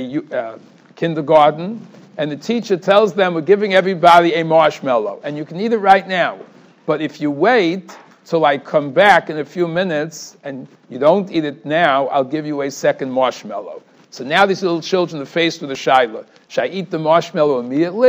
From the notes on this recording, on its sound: Shiur recorded in Yeshivas Ohr Reuven, Monsey, NY.